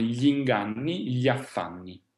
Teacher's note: La I però non è assolutamente lunga, noi pronunciamo andando direttamente sulla A, gli affanni. So that I actually just gets taken into the consonant.